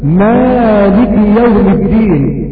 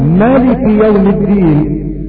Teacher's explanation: وهما الكسائي وعاصم يقرآن بالمد مالك يوم الدين · Shown in: first take · وباقي القراء يقرؤون مالك يوم الدين.